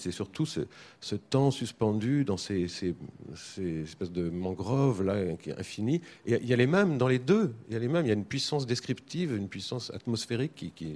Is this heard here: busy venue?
yes